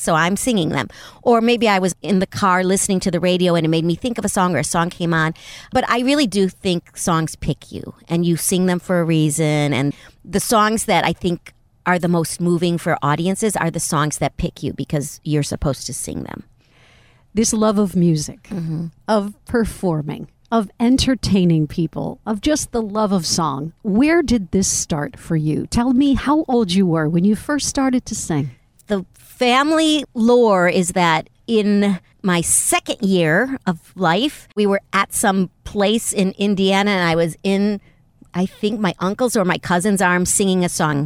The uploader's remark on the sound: At the last minute, the studio we were supposed to record in became unavailable, so we punted and ended up driving to a hotel parking lot, right beside “the 10” which is California’s mega highway. As I set up my microphones and recording equipment. LIVE from the front seat.